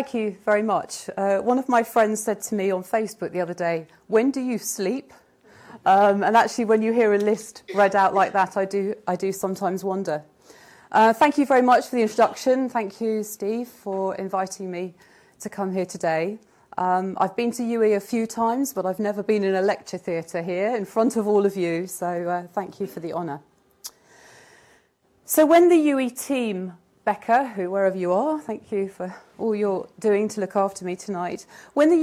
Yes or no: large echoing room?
yes